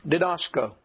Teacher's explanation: On the penult. Second one from the end.